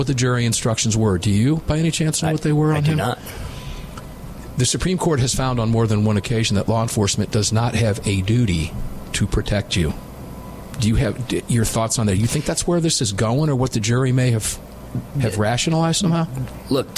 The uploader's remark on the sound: live from Daniel Defense